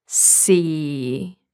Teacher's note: It is the fourth tone. It is the lowest tone. It makes your voice sound unnaturally low.